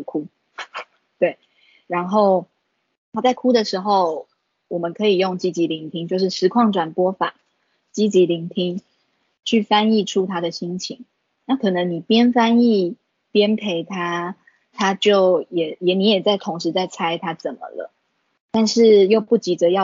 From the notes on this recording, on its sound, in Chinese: 此為線上課程錄音檔！